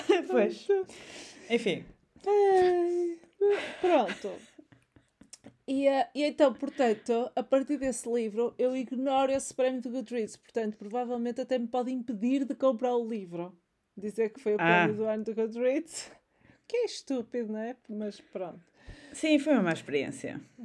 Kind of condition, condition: fault, sounds in the background